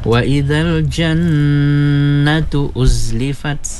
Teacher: na jangan dipanjangkan ya, na tidak ada mat di situ, jangan panjang ya · Term: nun sabdu